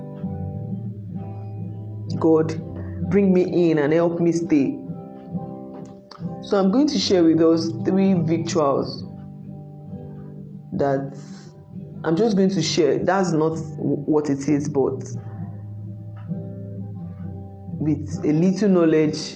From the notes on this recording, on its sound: I share a recording of a meeting with God's People.